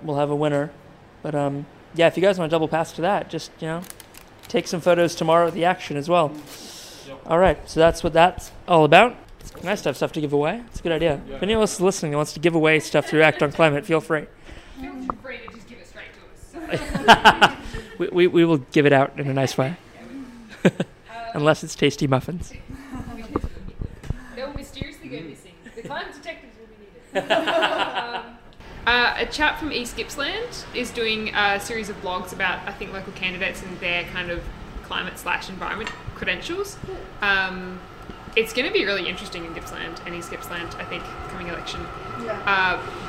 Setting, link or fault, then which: fault, sounds in the background